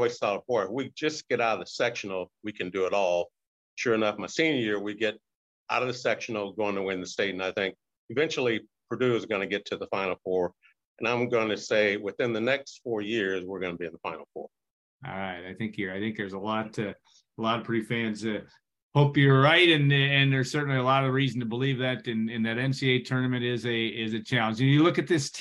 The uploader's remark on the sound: Birthday Zoom